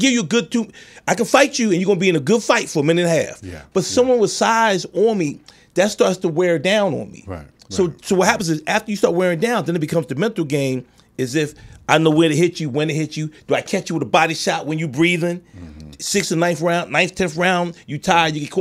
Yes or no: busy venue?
no